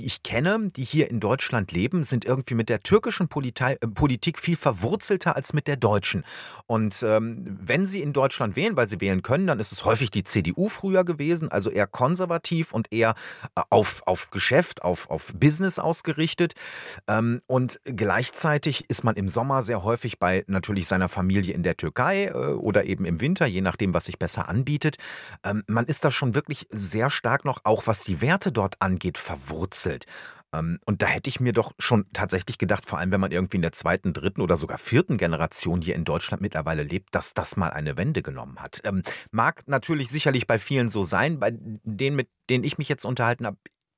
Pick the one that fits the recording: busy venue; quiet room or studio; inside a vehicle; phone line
quiet room or studio